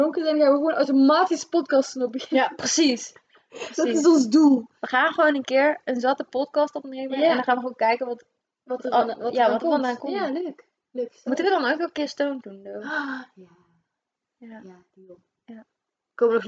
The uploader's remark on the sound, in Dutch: Eerste podcast, sorry voor het geluid, haha...